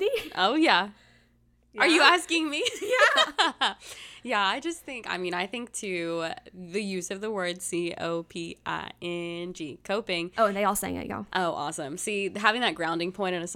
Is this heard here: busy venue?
no